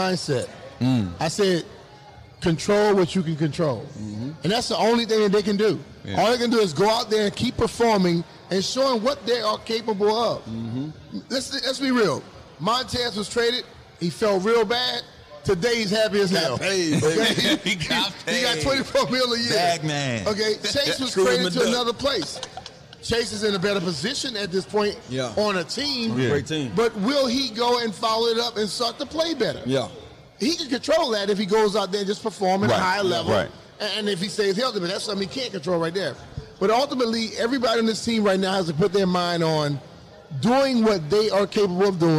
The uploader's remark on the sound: LIVE from the Commanders fan rally in Boston